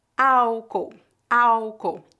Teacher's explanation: Nós não pronunciamos o L foneticamente. Não há letra L nesta palavra.